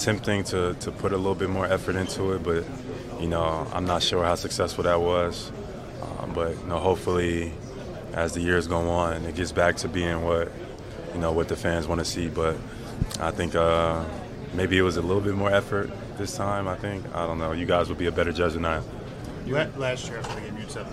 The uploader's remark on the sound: The Garden Report goes live from All-Star Weekend!